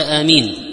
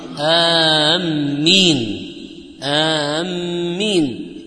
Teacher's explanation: وهي بالمد وتخفيف الميم · Shown in: first take